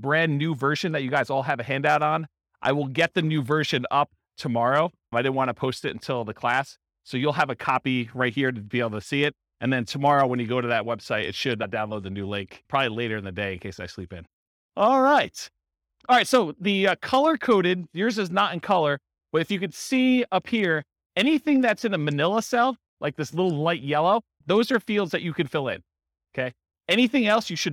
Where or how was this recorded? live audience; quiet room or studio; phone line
live audience